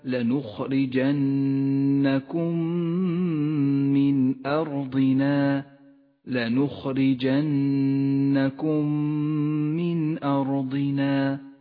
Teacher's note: الميم الساكنة وبعدها الميم المتحركة تدغمان مع بعضهما فتصيران ميما واحدة مشددة